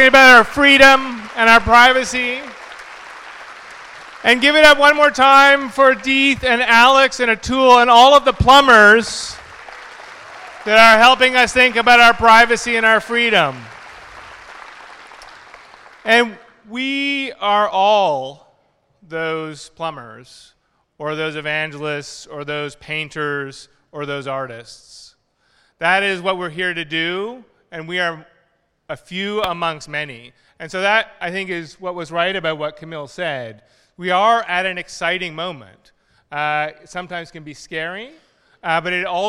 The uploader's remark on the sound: This is the #Airtime recording of the Mozilla Festival Sunday Keynotes in London.